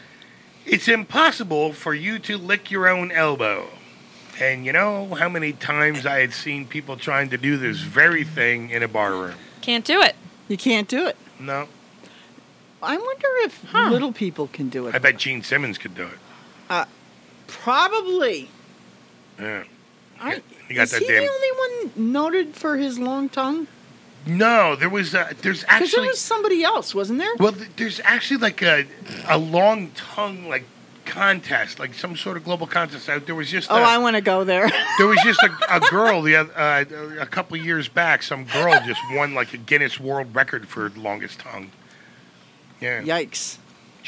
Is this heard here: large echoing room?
no